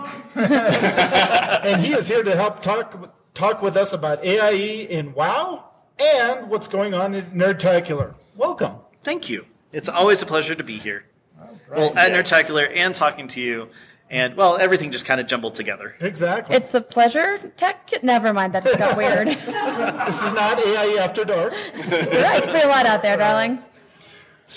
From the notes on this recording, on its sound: Live! From Nerdtacular. The first full day of content is over and we’re into the second day as we record this.